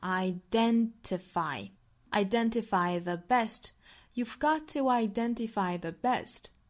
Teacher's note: 注意 identify 的重读音节在 den 这个音节上